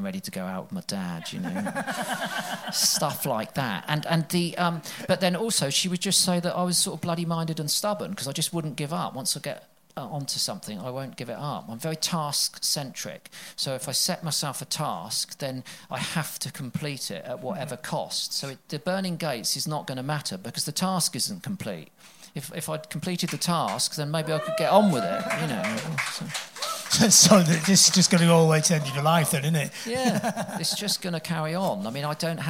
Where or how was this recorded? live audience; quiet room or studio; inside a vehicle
live audience